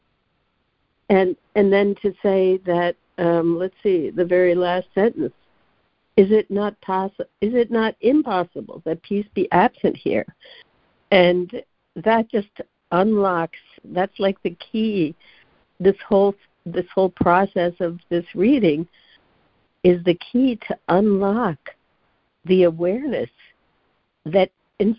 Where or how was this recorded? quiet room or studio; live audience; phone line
phone line